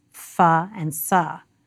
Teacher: lips and teeth in the case of fa, and the tongue in the case of sa